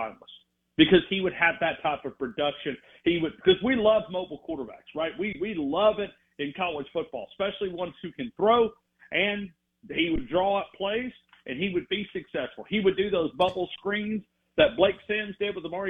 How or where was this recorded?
phone line